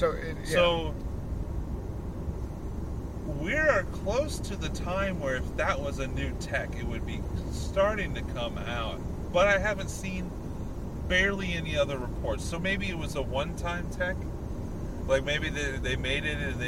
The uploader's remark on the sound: On this episode we take Ectoplasm Show on the road! While driving to a wedding.